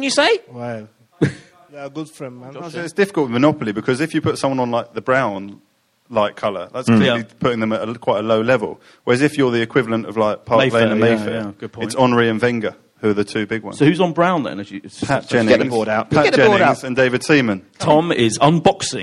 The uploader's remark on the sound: with a live audience